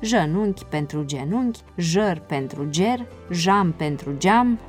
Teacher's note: consoana G, alterată de vecinătatea vocalelor E și I, se pronunță ca J